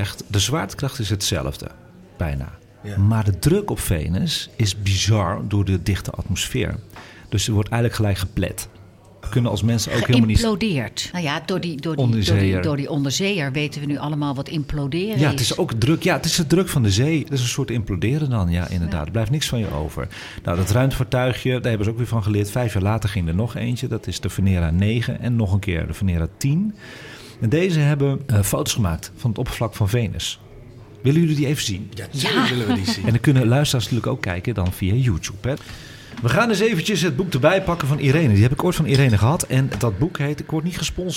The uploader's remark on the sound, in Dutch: Deze live uitzending is opegenomen in het Allard Pierson te Amsterdam voor AmsterdamFM.